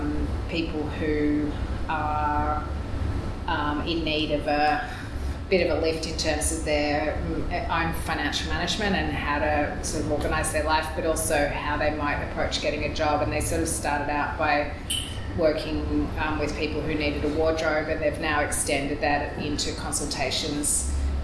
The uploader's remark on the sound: Melbourne newCardigan cardiParty Recorded Live. Our October Melbourne cardiParty was held at the Queen Victoria Women’s Centre.